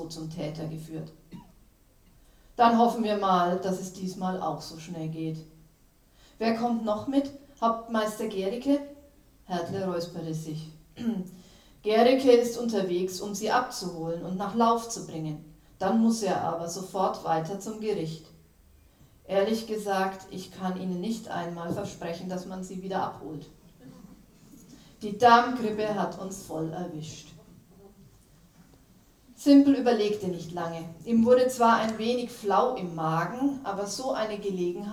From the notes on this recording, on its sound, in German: Ein Live-Mitschnitt der Buchpräsentation. Wir freuen uns, dass wir Ihnen erstmals von einer Buch-Premiere einen Hörbeitrag weiterreichen können.